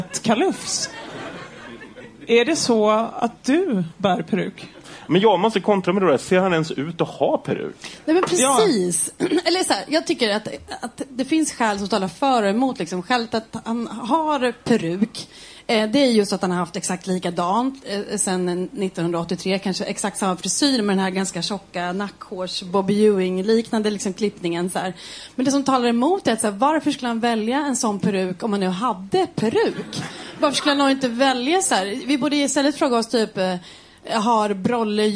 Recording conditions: live audience